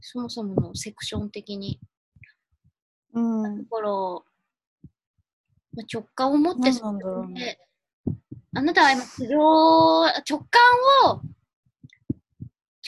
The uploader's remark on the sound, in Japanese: zoomで）